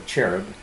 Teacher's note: usually pronounced with a hard K sound for the CH in the beginning of the word